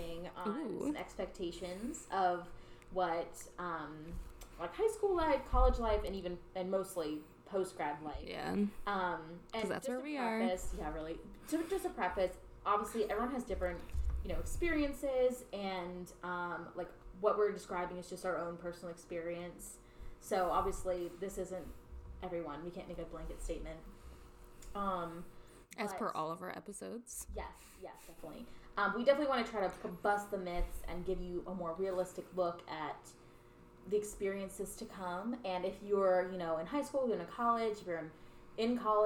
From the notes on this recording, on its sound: Join us in our drunkin' recording. A not-our-best sound quality episode.